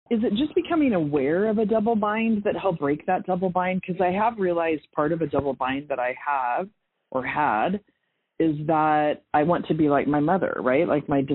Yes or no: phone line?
yes